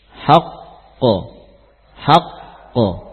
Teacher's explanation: Ya, sakin mudgham. Sukun tapi diidghamkan. Makanya tidak muncul qalqalahnya. Andai kata tidak ada idgham, ya tentu akan qalqalah. · Term: sukun mudgham